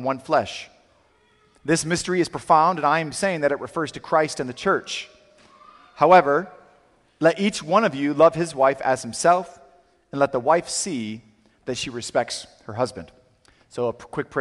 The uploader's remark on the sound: Sermon audio from CityGate Church